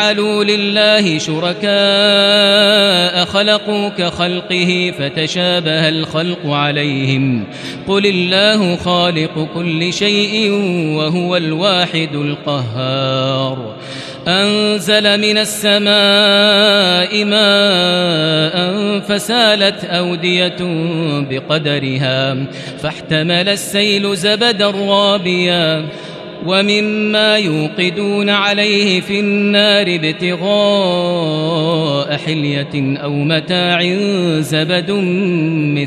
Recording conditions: large echoing room